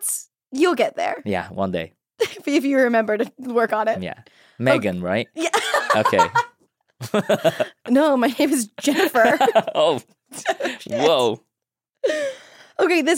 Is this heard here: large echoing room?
no